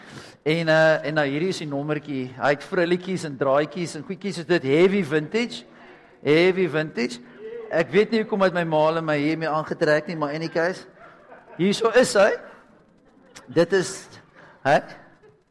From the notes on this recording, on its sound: at Joshua Generation Church Wellington PM congregation